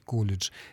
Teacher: вариант с ударением на первом слоге более активен